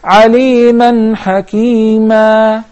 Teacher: when we stop, the تنوين will be replaced by the alif, which is already there in this case. And we will read the مد with two counts.